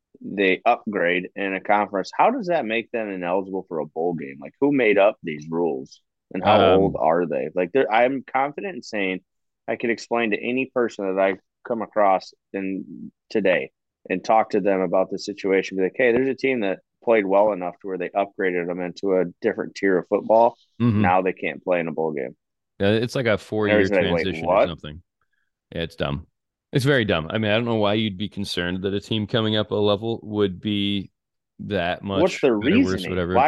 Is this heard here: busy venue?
no